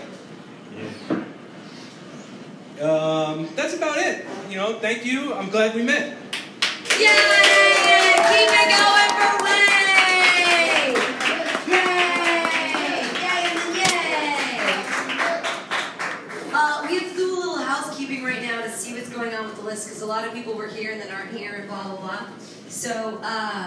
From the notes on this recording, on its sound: on stage at BrainWash Cafe SF, CA 4/5/2016